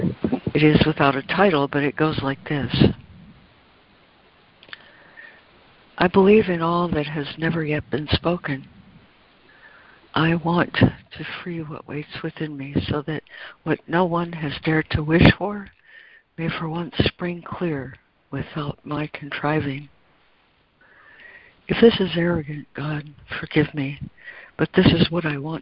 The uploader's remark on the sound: ACIM Daily Conference Call